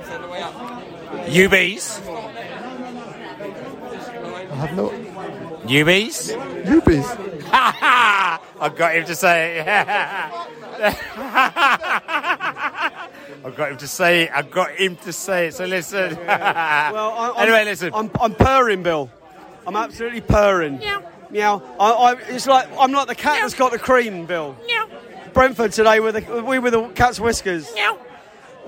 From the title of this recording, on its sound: Post Match Podcast from The Stands and Pub